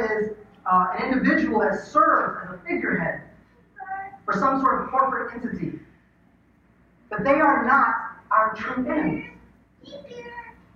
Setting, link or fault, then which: fault, poor sound quality